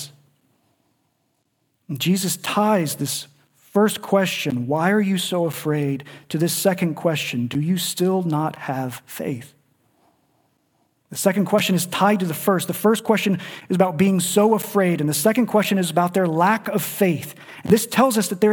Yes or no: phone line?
no